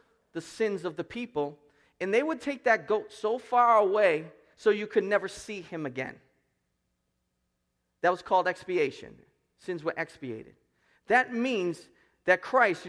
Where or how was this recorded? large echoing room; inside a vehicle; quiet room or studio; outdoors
large echoing room